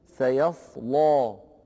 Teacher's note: هذه الكلمة على سبيل الإيجاز والاختصار نقول لورش فيها أمران لا بد من تغليب واحد منهما على الآخر. الأمر الأول أن اللام فيها مفخمة